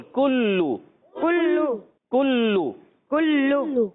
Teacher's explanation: اب یہاں کاف جو ادا کریں گے باریک ادا کریں گے और होंठ गोल हो जाएंगे दोनों में, कुल्लू।